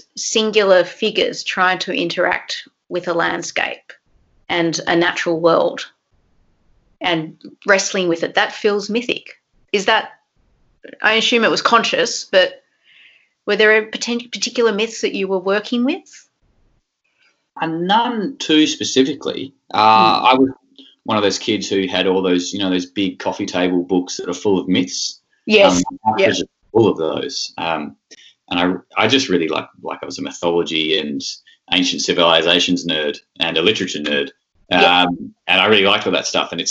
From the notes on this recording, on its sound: This conversation was recorded online over Skype during the Covid-19 crisis.